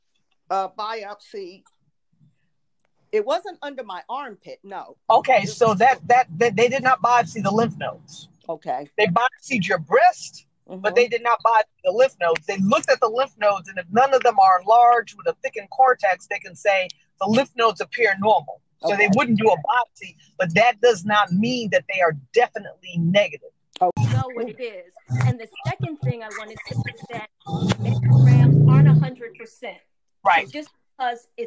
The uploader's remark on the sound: (Once again please excuse the static ).